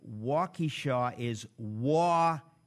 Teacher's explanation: Emphasis on first syllable, short E on second syllable.